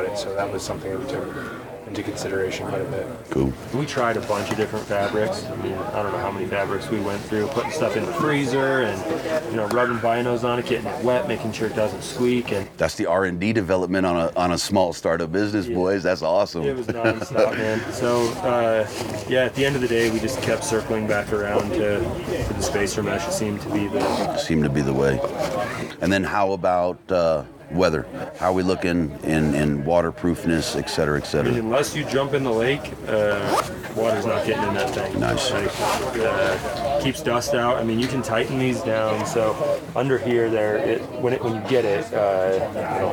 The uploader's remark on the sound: Live from Western Hunt Fest